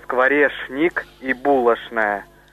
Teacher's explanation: это «шн» – это особенность московского произношения. Там звук «ч» позиции произносился вот таким вот образом.